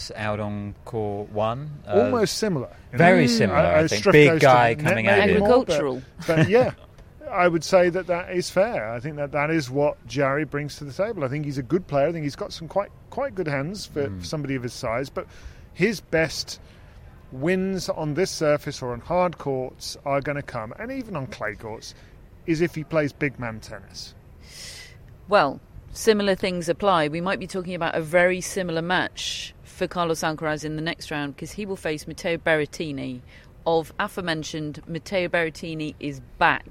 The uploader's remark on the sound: Live from Wimbledon.